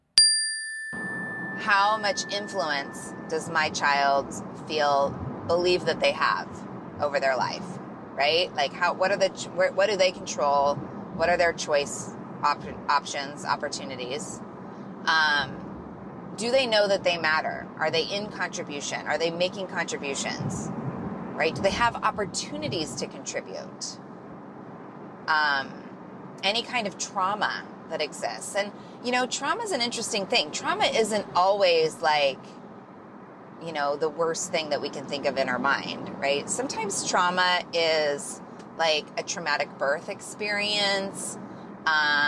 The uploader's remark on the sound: Solo show today – from the car…. Thank you for having grace for my audio quality this week!!